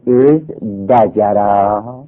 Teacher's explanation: تاش بدل به دال میشه، میشه از دجره